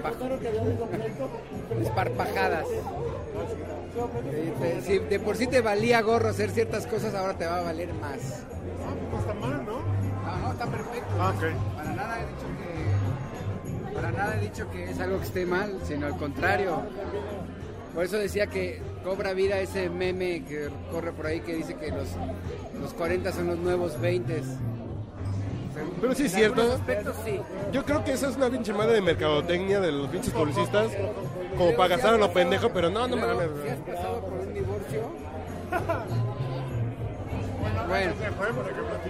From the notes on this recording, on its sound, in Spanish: Regresamos a nuestros orígines, nos fuimos a una cantina y prendimos la grabadora.